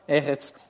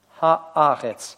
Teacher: Мы видим, что меняется огласовка у этого слова. вместо «э» в первом слоге становится «а». · Shown in: second take · И артикль огласуется камицем.